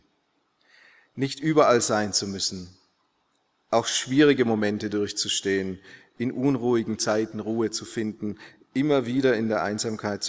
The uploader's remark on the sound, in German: aus dem Classic-Gottesdienst der Missionsberg-Gemeinde (Liebenzeller Mission)